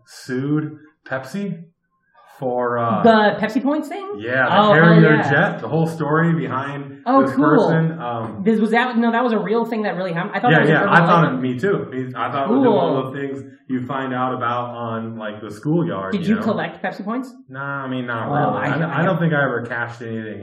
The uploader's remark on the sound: The audio quality is a little rough on this one because it was recorded early on in the run (3 studios ago).